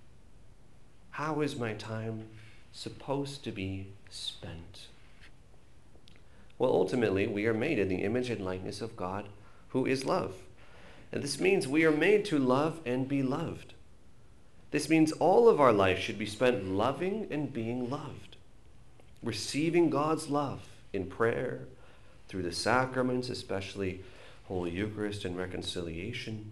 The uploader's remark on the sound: This is a recorded homily